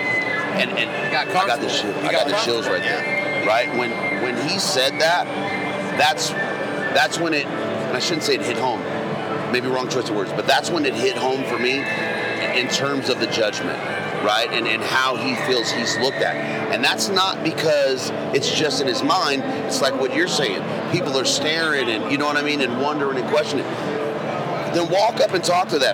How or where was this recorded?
busy venue